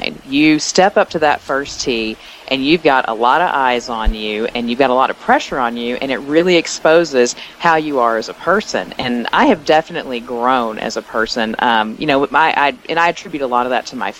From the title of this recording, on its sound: Live from the AJGA Championship